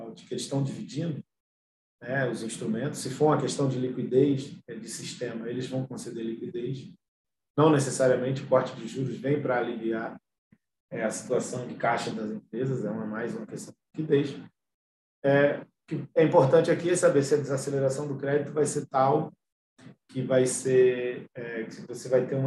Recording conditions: video call